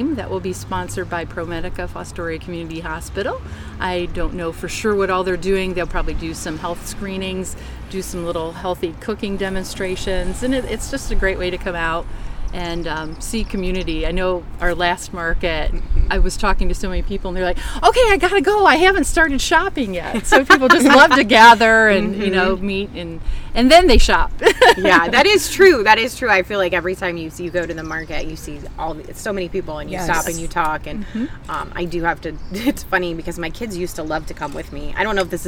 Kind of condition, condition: setting, outdoors